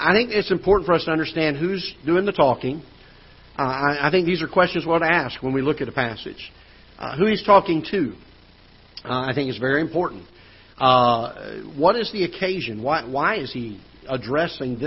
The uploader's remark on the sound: Ketha Heights Baptist Church ~ Live Broadcast